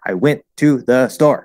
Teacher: I'm putting breaks between all the words. We're breaking the flow.